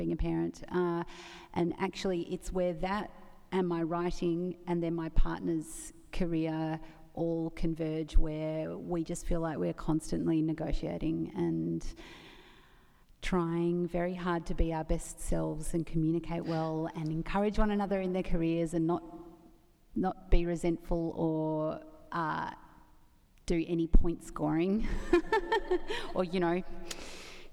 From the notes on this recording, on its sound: recorded at the 2017 Newcastle Writers Festival